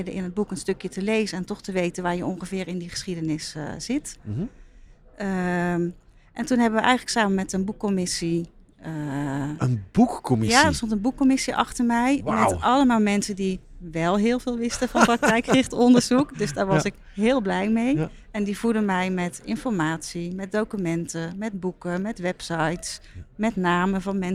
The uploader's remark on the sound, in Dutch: Is een podcastserie opgenomen op het SIA congres 2023, het jaarlijkse congres van Regieorgaan SIA. Deze keer vond het congres plaats in de Woonindustrie in Nieuwegein en daarom vonden we het niet meer dan passend om de podcasts letterlijk in bed op te nemen.